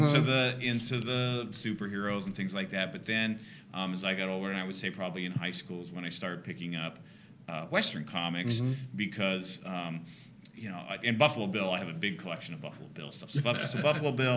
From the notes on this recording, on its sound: We take our microphones to the 2019 Western Writers of America convention June 19-22.